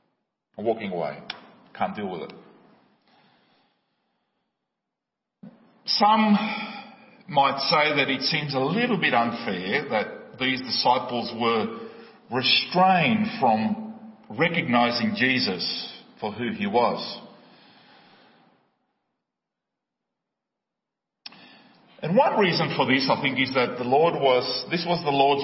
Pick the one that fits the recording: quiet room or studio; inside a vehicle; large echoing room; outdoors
large echoing room